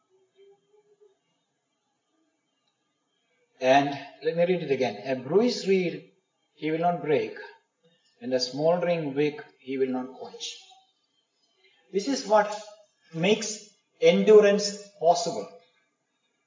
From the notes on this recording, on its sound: Preached in the Community of the Redeemed, Pune India.